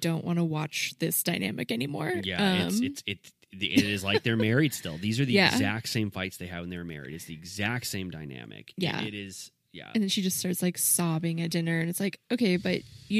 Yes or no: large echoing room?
no